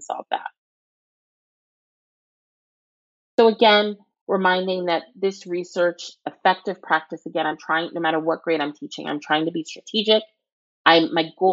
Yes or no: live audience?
no